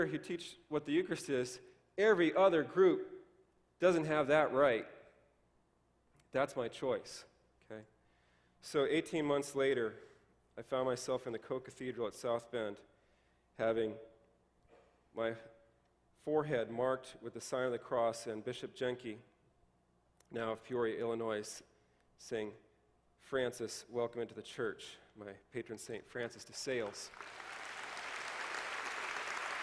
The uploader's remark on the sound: delivers his testimony at the 2009 Defending the Faith Summer Conference